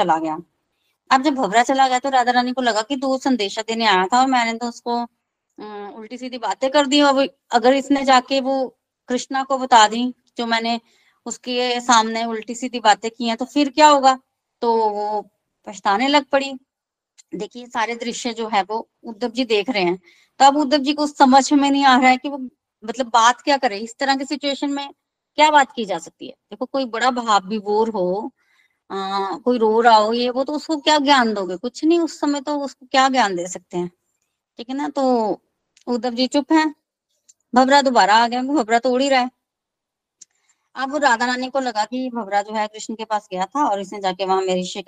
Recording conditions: video call